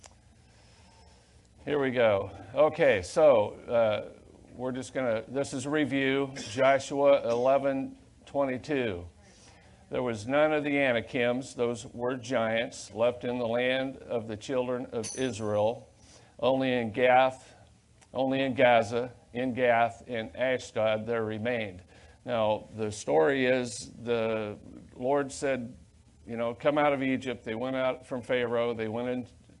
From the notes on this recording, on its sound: Sunday Main Service